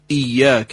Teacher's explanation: ایاک همزه باید محکم ادا بشه برعکس حرف عین